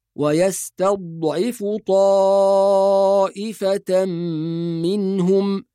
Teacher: وكذلك ذكرنا قبل ذلك أن حرف الضاد الساكن لا يقلقل، فلا نقول ويستضعف، ولا ينطق ضاء، بعض الناس يقول يستضعف، هذا أيضا خطأ، نحافظ على الضاد الصحيحة من المخرج الصحيح، ويستضعف طائفة منهم.